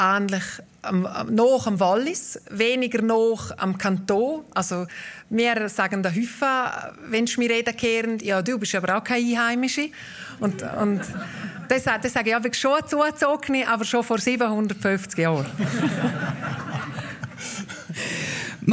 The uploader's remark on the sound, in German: Arosa Mundartfestival vor Publikum aufgenommen wurde.